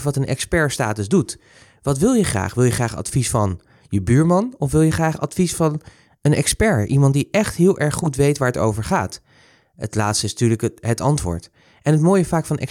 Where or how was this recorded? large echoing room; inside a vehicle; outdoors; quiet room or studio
quiet room or studio